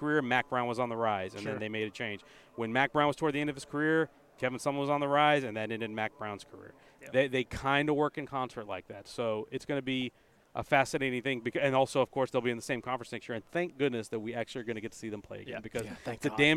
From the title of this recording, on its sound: LIVE FROM BIG 12 MEDIA DAYS!